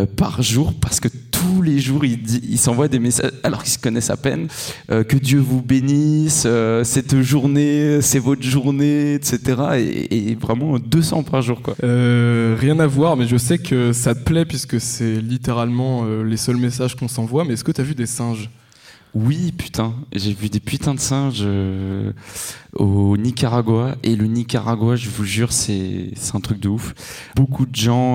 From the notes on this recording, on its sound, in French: Enregistré en public à la Galerie Echomusée dans le 18e arrondissement de Paris. Un merci aux spectateurs.